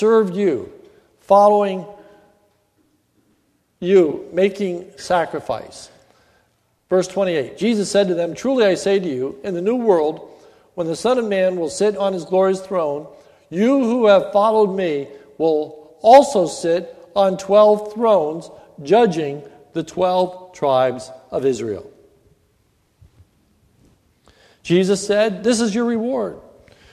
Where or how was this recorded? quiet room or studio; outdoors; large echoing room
large echoing room